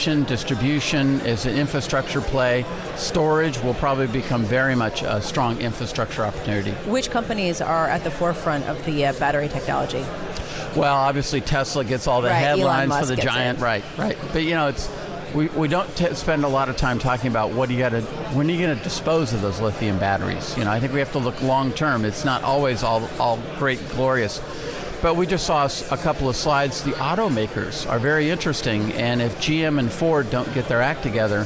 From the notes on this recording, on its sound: Live from the 2017 Future of Energy Summit